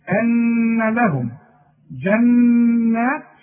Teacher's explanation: نون عليها شدة تغني بمقدار حركتين